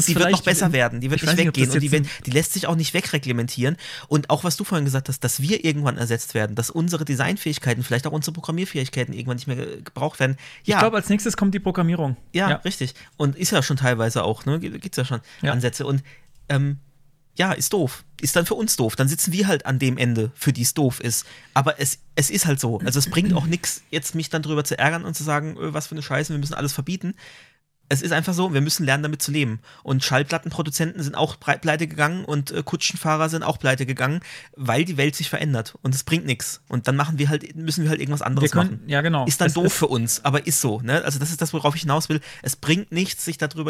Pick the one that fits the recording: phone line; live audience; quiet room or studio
quiet room or studio